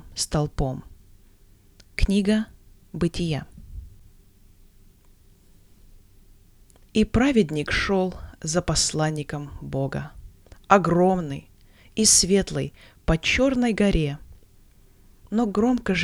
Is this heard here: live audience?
no